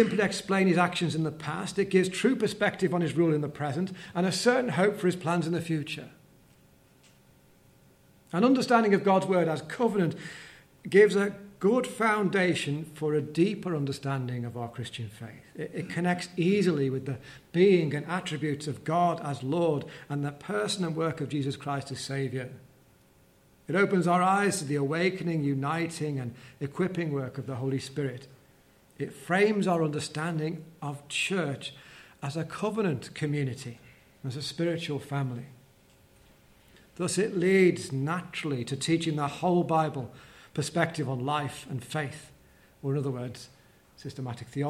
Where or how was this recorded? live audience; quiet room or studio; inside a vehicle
live audience